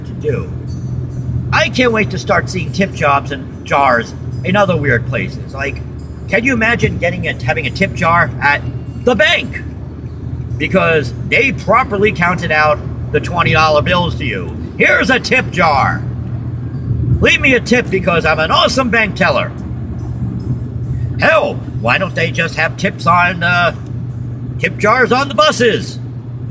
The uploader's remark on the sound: you may hear some background noises as I was driving when it was created